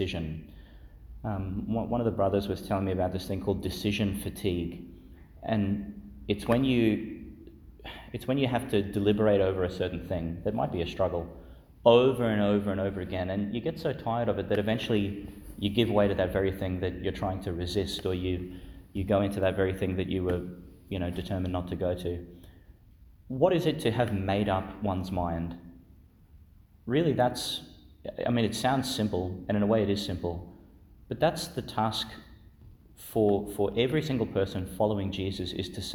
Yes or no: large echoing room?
yes